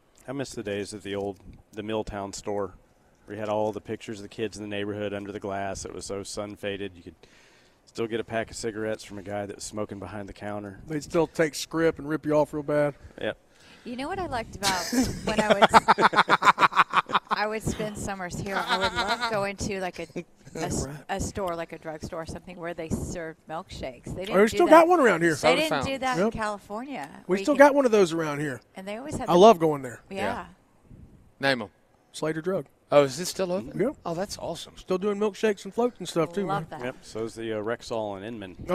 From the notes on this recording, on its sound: WE ARE LIVE IN HOUR THREE FROM THE LEO SANTA TOY DRIVE AT BON SECOURS WELLNESS ARENA